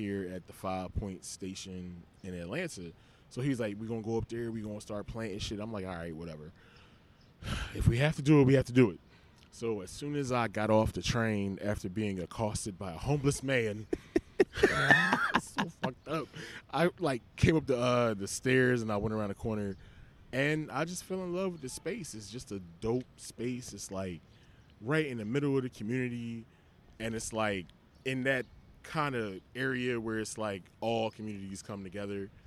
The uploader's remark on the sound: In this episode we decided to record in our garden at the Five Points MARTA station.